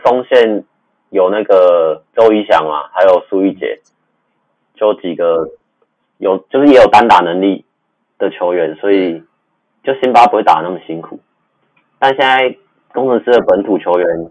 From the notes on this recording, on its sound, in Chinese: 本集為我們第一次錄製，錄音品質還沒有很好，請多多包涵。